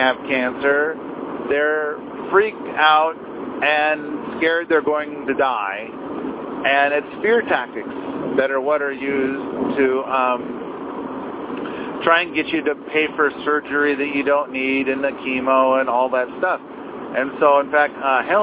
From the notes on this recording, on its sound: in the car by himself